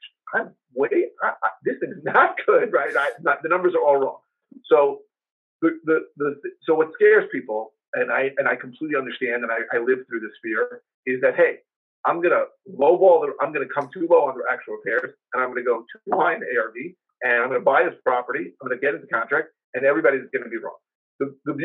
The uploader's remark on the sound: We regret to inform you that the upcoming episode may have some audio issues.